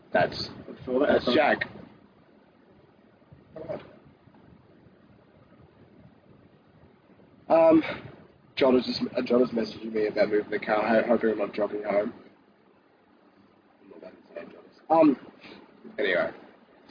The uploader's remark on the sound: Sorry about the audio.